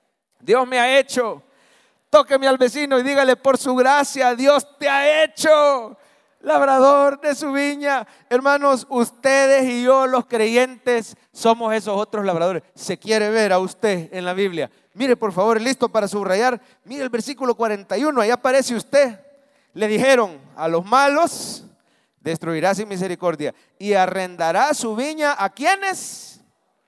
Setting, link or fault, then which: setting, large echoing room